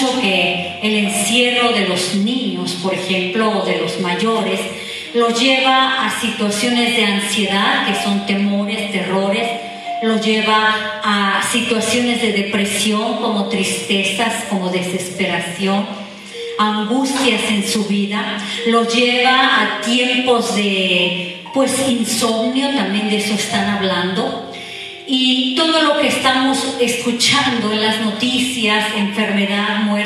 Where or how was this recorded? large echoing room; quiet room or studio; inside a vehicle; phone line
large echoing room